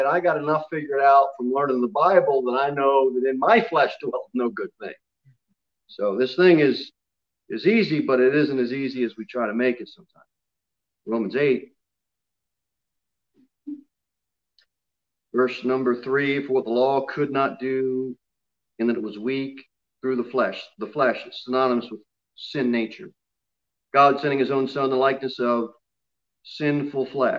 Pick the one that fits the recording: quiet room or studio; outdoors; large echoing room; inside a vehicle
large echoing room